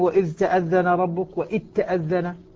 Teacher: الذال مع التاء، إدغام الذال في التاء